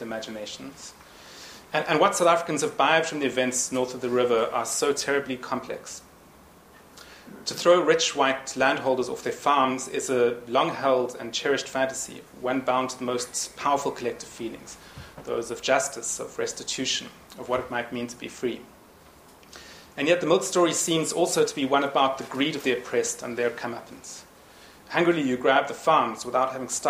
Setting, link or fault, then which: setting, large echoing room